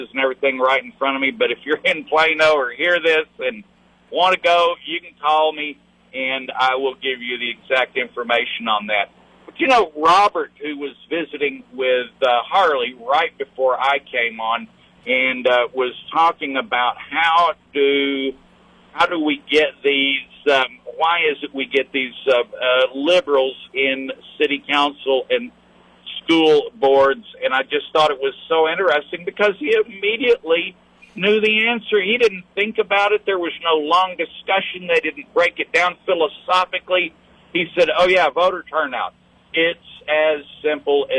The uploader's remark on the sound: LIVE from The Pink Dome in Austin, Texas